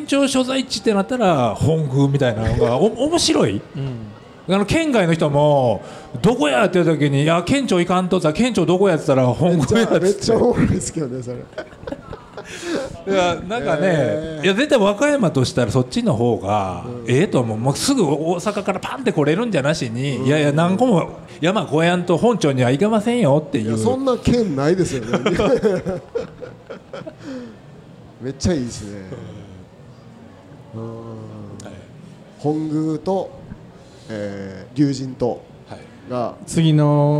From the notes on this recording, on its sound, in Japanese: 今回の配信はArcade in 那智勝浦2023で行われたkisen radio presents Arcade RADIOの公開収録4回目です。